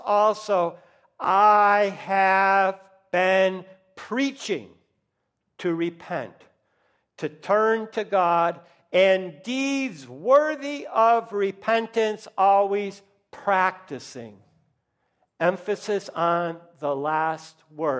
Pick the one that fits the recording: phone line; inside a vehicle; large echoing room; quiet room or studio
large echoing room